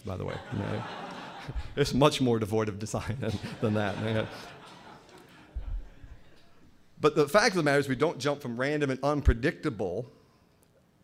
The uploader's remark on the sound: At Franciscan University. During the Science and Faith Conference in December of 2011.